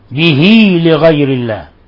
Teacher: به لغير الله، لاحظوا الصلة، لاحظوا الصلة، صلة صغرى، هذه يقال لها صلة صغرى، يعني أشبعنا الكسرة حتى ثبت عندنا ياء لفظا لا رسما، فهذه الياء المعقوصة هكذا معناه أن الكسرة نبالغ فيها نشبعها حتى تصبح ياء، هذه الياء تثبت في اللفظ لا في الرسم، وتثبت في اللفظ لا في الرسم، وتثبت وصلا لا وقفا، لأن لو وقفنا عليها نقول وما أهل به، لا نقول به حالة الوقف.